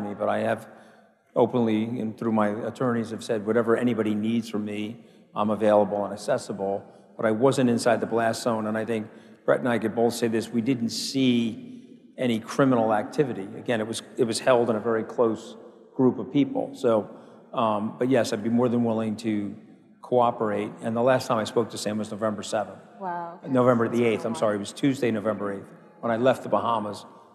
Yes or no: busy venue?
yes